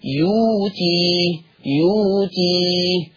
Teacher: ابدلت الهمزه الساكنه بواو ماديه فقرات يوتي يوتي.